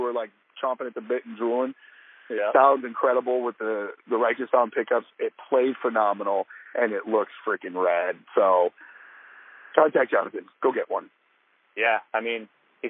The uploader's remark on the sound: On The Road-A-Sode. Trying a call recording type of thing.